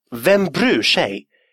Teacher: В беглой речи это будет звучать как «Vem bryr sig?», поскольку «r» и «s» дают звук «sh» не только в отдельных словах, но и на стыках слов. Поэтому за счет того, что шведский язык, он должен нестись легкой волной, непрерывной, буквосочетание образовалось само собой.